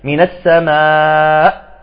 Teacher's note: أعطيت قوة للهمزة من السماء، هنا نبر حتى الهمزة تظهر، لأنه بعضهم يقول من السماء ما ظهرت الهمزة.